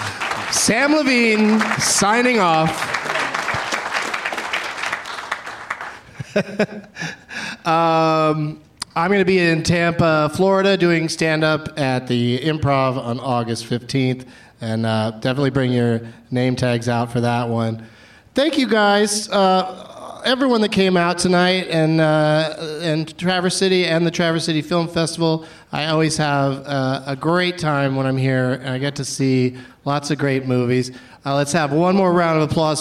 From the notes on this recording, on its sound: Live from the Traverse City Film Festival